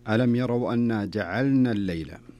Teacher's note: والصحيح أن اللام هنا والنون كل حرف ينطق لوحده